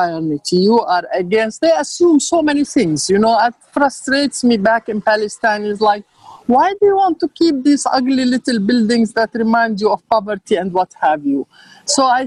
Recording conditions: video call